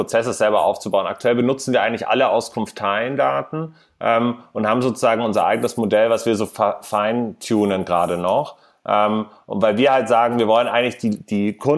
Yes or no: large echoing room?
no